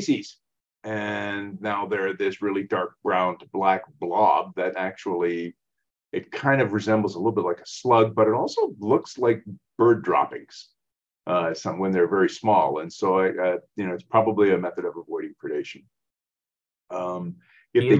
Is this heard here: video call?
yes